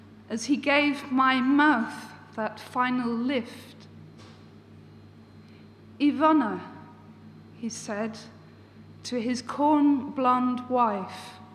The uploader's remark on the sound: This recording is taken from the Writers Centre Norwich salon. Poetry reading at the WCN Salon.